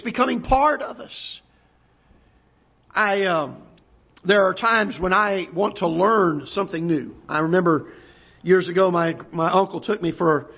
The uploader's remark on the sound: Ketha Heights Baptist Church ~ Live Broadcast